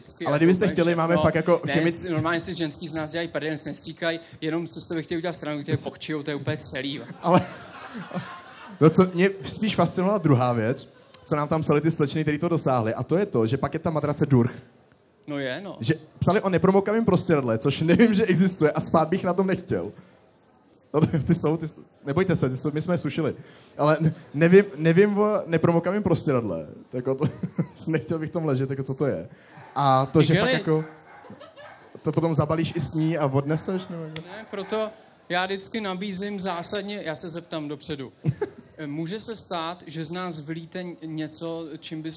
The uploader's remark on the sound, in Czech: 16 - Na dotek (ŽIVĚ). Proběhl náš první podcast před publikem, které zaplnilo holešovický Vnitroblock tak, že se někteří nevešli. A omlouváme se i za horší kvalitu zvuku.